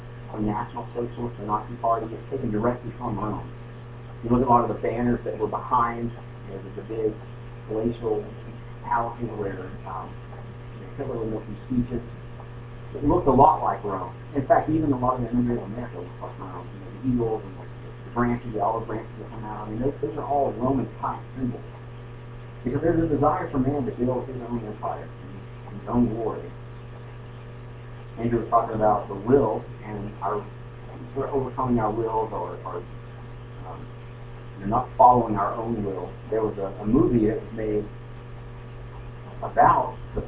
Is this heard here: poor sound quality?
yes